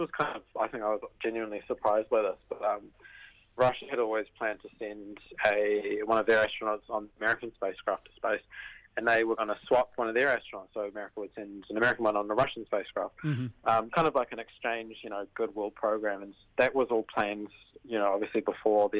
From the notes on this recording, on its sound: jumps on the phone